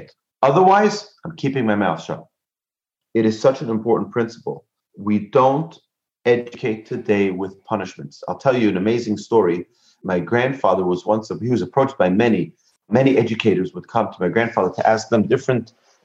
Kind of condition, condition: link, video call